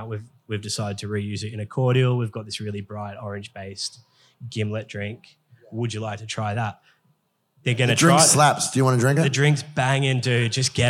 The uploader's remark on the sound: This episode is a recording of an interesting one on one chat I had up in Brisbane last month for Paramount Liquor’s Future Proof event